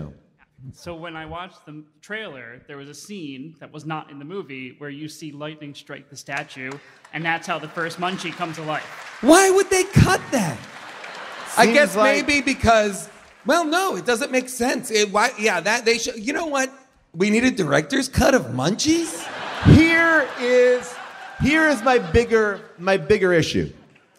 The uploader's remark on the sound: LIVE from the Warner Theatre in D.C. The audience Q&A.